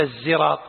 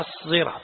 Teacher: الصحيح أنه ليس بالزاي، وإنما بالصاد المشبعة الموصلة لمخرج الزاي · Shown in: second take · يعني ما يصير تقول الزراط، لا، هي الصراط هكذا. · إذن لابد من التفخيم، كأنه موصل اللسان إلى أعلى الحنك إلى مخرج الصاد المفخمة